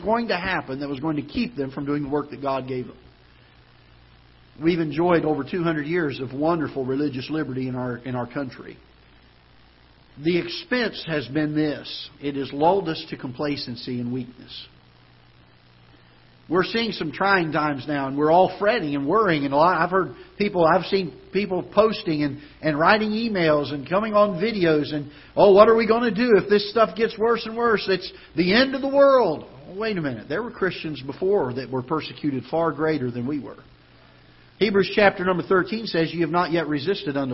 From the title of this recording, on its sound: Ketha Heights Baptist Church ~ Live Broadcast